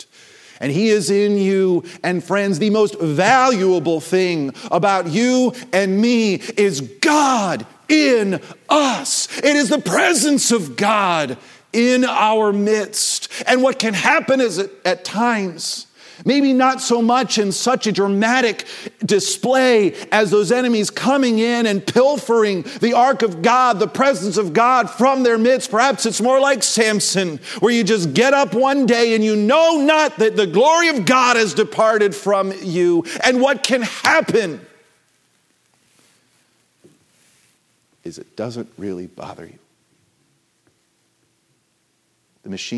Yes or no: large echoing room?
yes